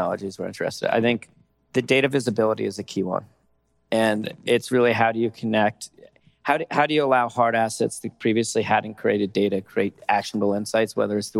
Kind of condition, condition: setting, busy venue